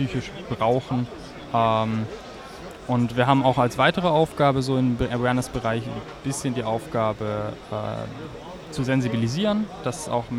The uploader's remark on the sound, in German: Interview auf der Gulasch Programmiernacht in Karlsruhe 2023. Über die GPN21 im ZKM in Karlsruhe.